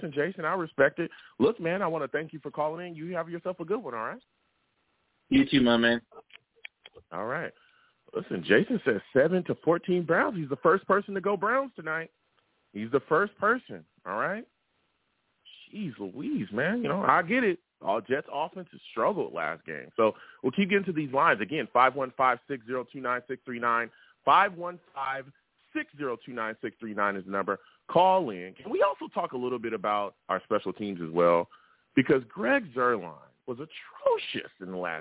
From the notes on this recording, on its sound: Tonight, live at 7pm eastern. I also take live callers!